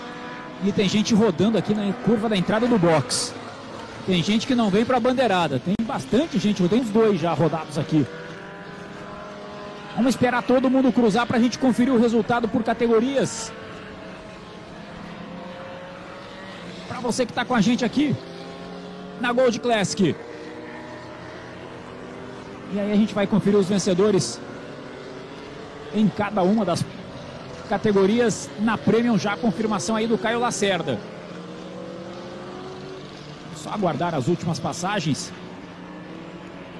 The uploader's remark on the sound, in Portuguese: Transmissão AO VIVO da 2ª Etapa 2022 (corrida 2), da Gold Classic, direto do Autódromo Velocitta (SP).